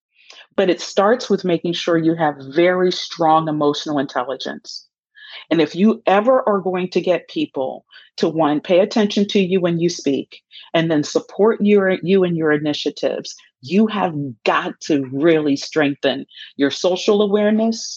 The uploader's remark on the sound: Some of the Q&As about Executive Presence that took place during a webinar with my fellow University of Michigan Ross School alums.